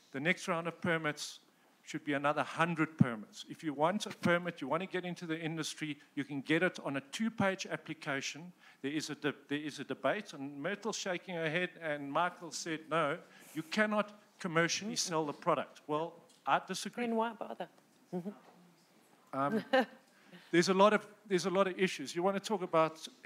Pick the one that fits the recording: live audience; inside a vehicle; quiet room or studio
live audience